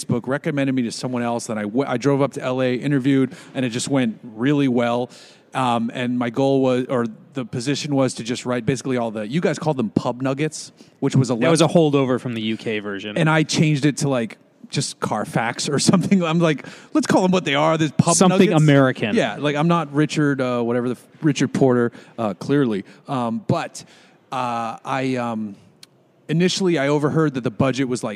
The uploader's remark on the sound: We're recording from a brewery - thanks again Four Sons Brewing !